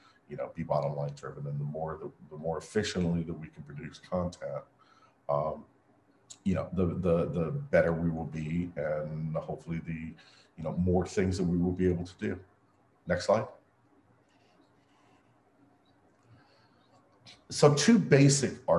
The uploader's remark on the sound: Webinar Recording